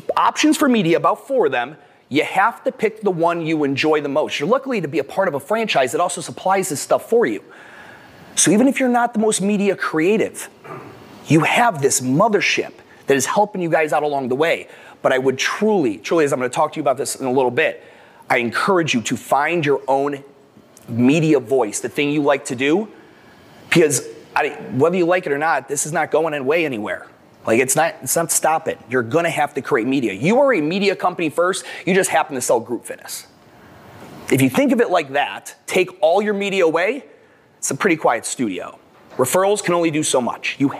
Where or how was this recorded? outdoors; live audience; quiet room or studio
live audience